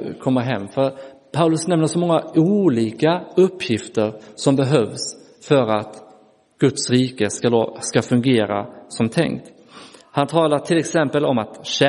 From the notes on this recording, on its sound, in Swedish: Inspelad i Roseniuskyrkan den 9 juli 2023